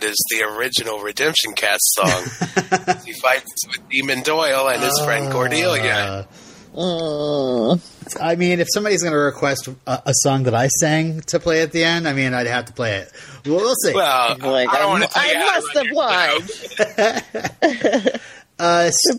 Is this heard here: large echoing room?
no